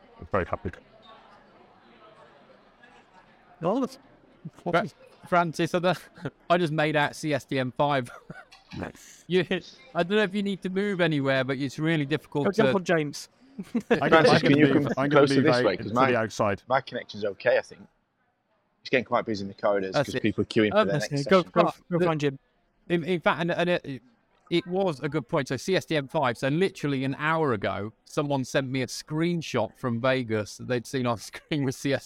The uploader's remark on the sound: Live in Vegas...ish! We'll be going live at ServiceNow Knoweldge 23 event in Vegas.